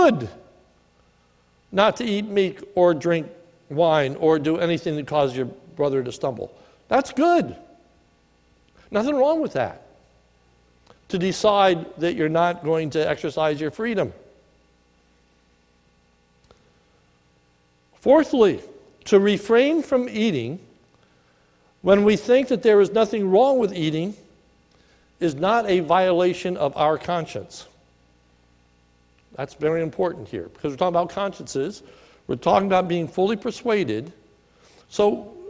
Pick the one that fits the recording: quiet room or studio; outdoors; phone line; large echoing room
large echoing room